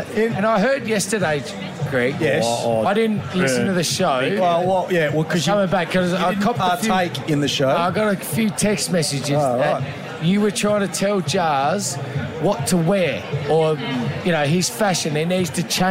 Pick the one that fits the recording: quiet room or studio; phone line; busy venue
busy venue